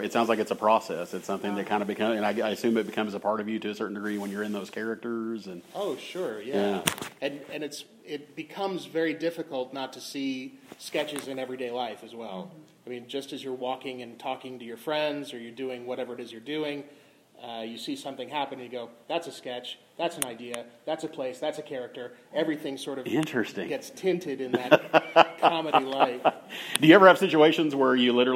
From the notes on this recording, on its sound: In this live recorded episode